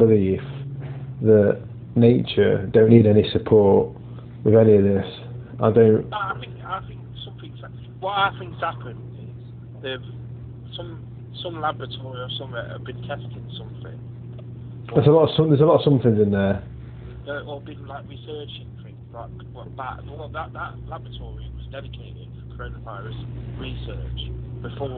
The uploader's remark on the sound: Corona Call. The only way back through this lockdown is via the good old telephone calls it appears.